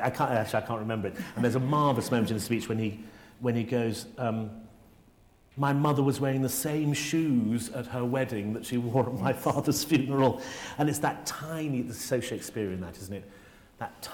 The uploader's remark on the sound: Cameron Mackintosh Professorship at St Catherine's College. Delivers his inaugural lecture.